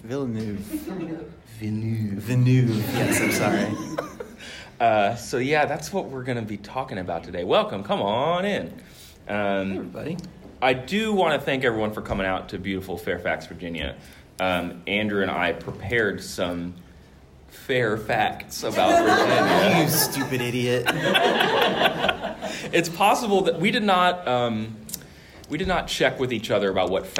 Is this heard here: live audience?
yes